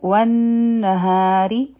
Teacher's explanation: والنهاری، نون مشدد دی، غنه به کو. ها به دوه حرکات راکاږو، او را به نری وایو